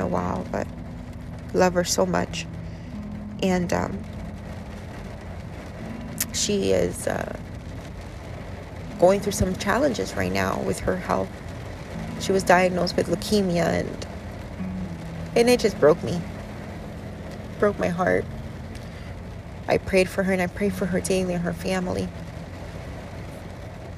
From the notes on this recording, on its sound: This is episode was recorded today while sitting inside my car in a middle of a thunderstorm.